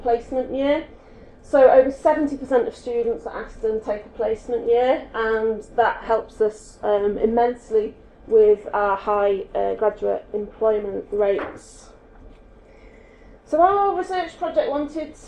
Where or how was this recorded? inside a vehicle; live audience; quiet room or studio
live audience